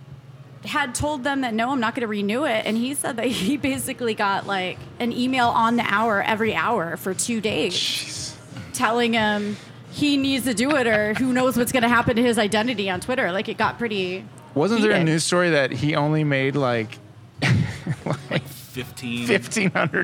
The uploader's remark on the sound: GUY’S BROADWAY BODEGA! On Location! To taste test the tasty tacos at the new GUY'S BROADWAY BODEGA in the Crossroads. At the confluence of Broadway and Southwest Boulevard.